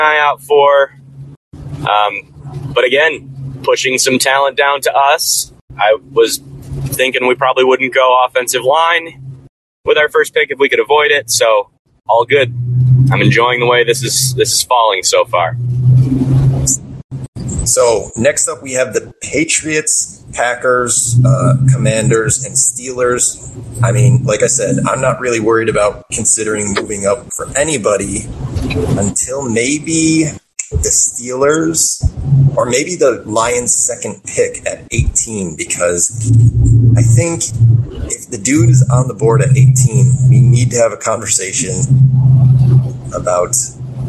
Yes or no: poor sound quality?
yes